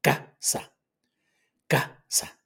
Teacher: Lleva el acento en la primera A, el acento prosódico, pronunciado.